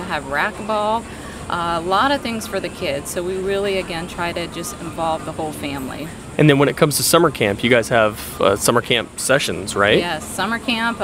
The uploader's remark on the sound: Vero Beach Social Media Pop-Up Podcast. We're live, on location at Chive in Vero Beach, Fl.